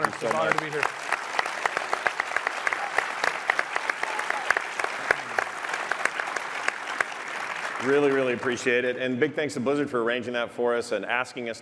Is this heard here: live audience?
yes